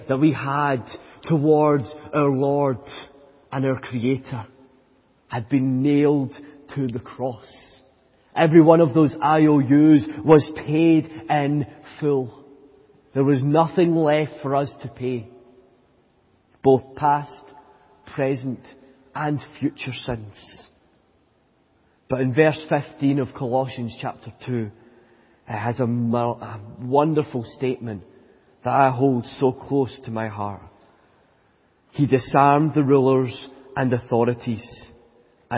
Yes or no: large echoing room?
yes